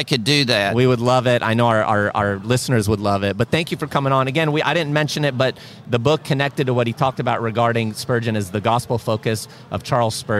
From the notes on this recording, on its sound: This episode was recorded at G3 2023 National Conference.